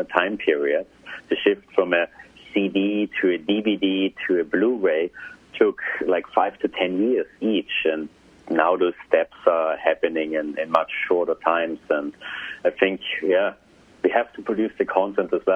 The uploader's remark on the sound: Benton, Louisiana listens on 710 KEEL – calling in via the App.